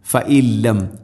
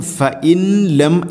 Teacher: സാക്കിന നൂന് ശേഷം ലാം ഇദ്ഗാം ബിലാ ഗുന്ന മണിക്കാതെ കൂട്ടിലയിപ്പിക്കണം · Shown in: first take · അപ്പോൾ ഓതുന്ന സമയത്ത് ഫഇൻ ലം ഫഇല്ലം, ഫഇൻലം, ഫഇൻലം അല്ല, ഫഇല്ലം.